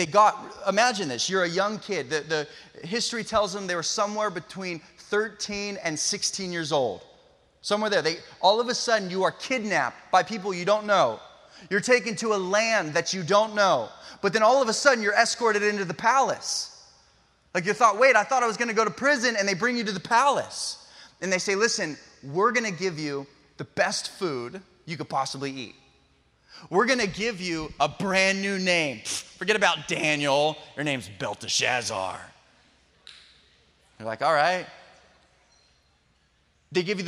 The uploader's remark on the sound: special message taken from our Sunday Night Live event